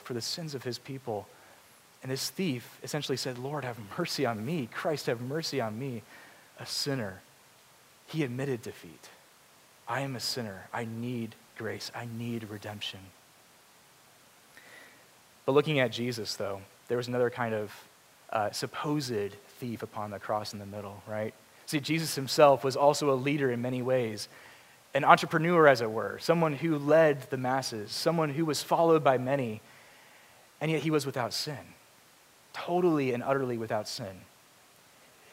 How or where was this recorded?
large echoing room